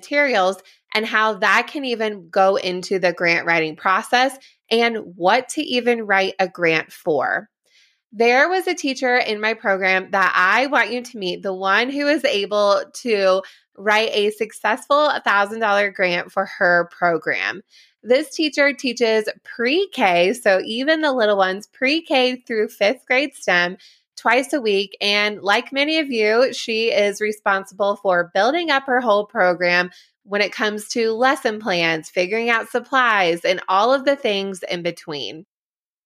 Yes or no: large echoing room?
no